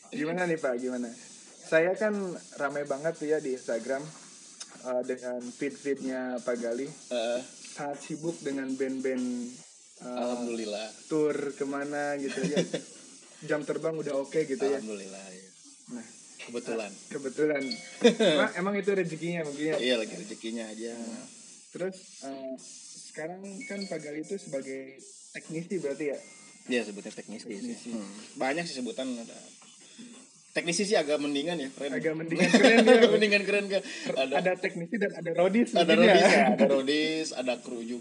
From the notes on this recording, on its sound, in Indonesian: Dengan backsound suara kendaraan karena memang rekaman dilakukan di Jalur Pantura.